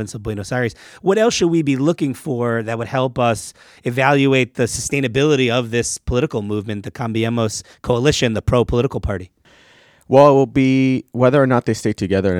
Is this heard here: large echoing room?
no